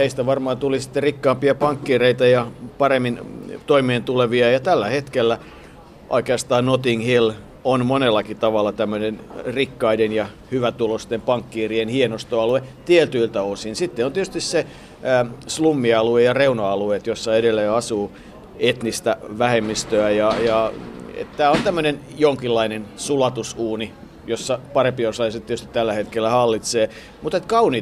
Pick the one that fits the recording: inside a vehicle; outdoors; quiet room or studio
outdoors